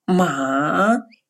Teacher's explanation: Слог «ма» с третьим тоном «ма» имеет значение «лошадь»